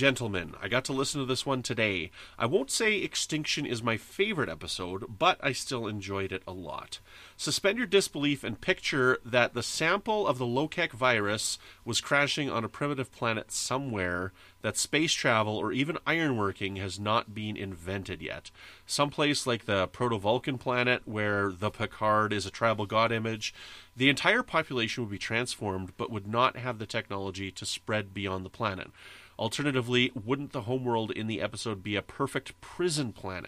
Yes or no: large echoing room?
no